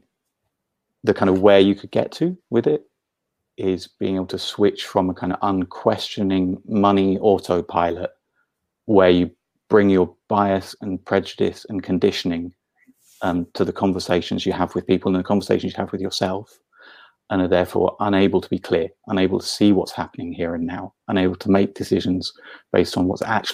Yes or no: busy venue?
no